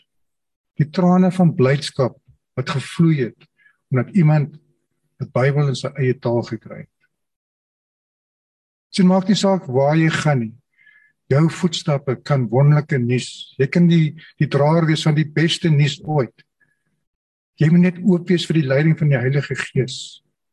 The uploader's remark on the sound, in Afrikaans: Manne van die Woord Zoom Byeenkoms.